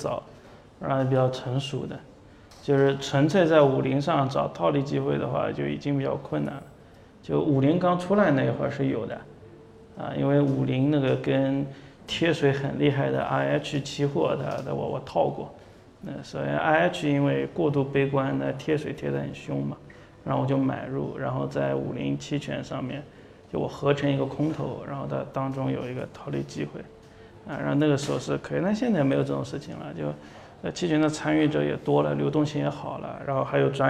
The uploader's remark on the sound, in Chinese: 本期音频来自2019DNOC期权夏季嘉年华，圆桌论坛部分内容分享